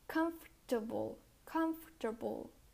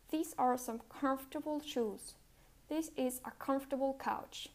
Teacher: although this word has often four syllables, it's only pronounced like three syllables. It's pronounced comfortable, comfortable.